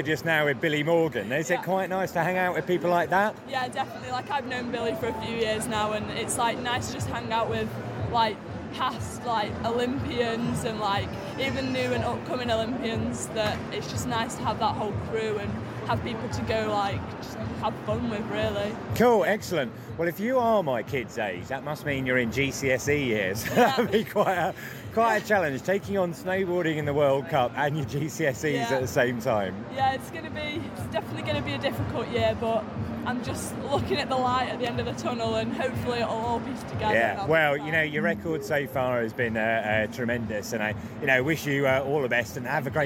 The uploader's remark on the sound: This special episode of The Ski Podcast was recorded at The National Snow Show 2022, which took place at the Birmingham NEC this weekend.